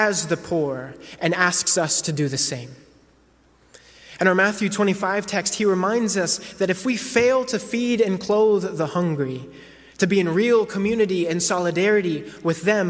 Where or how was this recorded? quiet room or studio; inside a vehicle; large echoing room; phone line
large echoing room